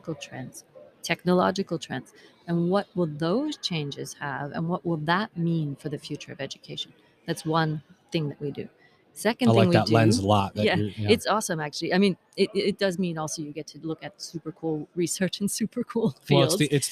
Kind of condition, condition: setting, busy venue